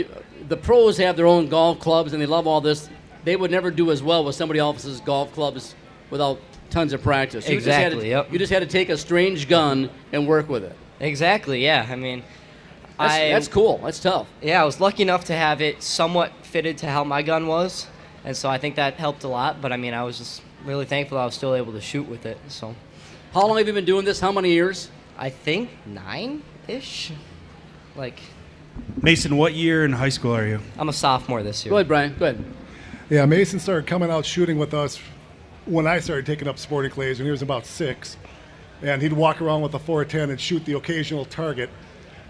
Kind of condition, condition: setting, busy venue